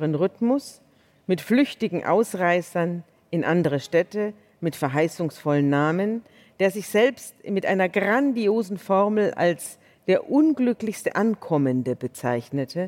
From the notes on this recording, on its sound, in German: Ist eine Liveaufzeichnung vom Juni 2022 aus dem Großen Saal des Berliner Radialsystems anlässlich des Podcast-Festivals von ZEIT ONLINE.